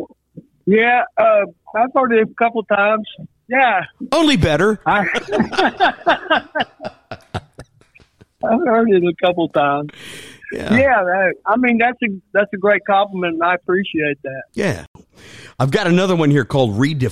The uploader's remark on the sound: He joins us by phone from his home in Huntsville, Alabama.